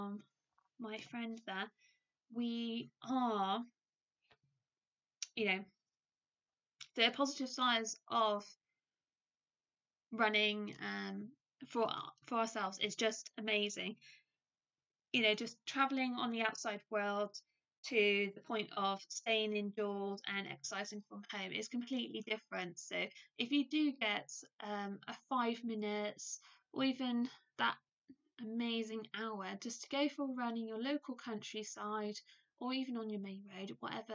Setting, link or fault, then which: fault, poor microphone